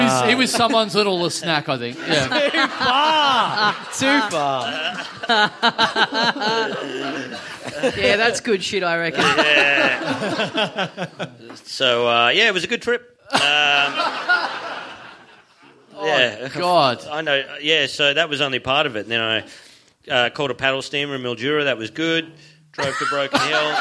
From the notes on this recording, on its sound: We're heading down for the first time for a live show in a small venue.